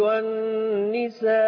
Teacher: والنساء، وده مد متصل هيتمد سته